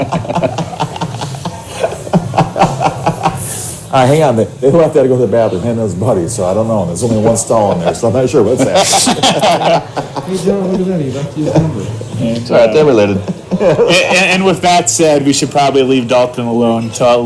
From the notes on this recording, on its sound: The Vikings travel to Green Bay and we do too. Audio quality is not the best, but what can you expect when your in the cheesy state of Wisconsin.